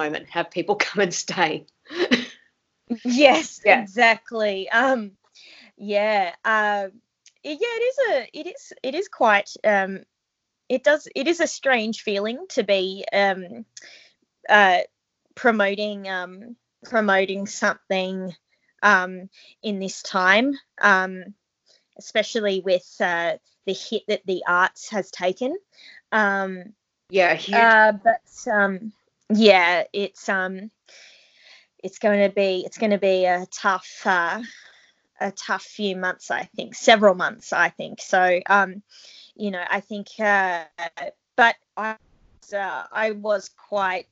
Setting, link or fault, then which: link, video call